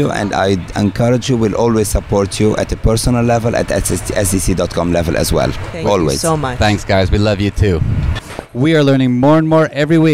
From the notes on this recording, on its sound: we broadcast live from the SDC Caribbean Dreams Cruise